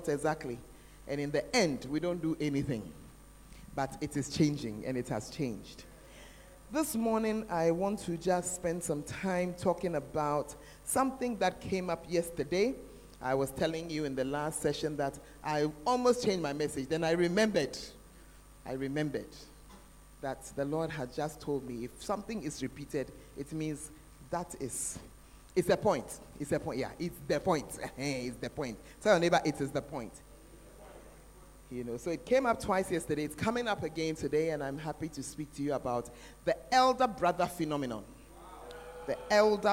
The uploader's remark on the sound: Preached at The Art Of Evangelism Conference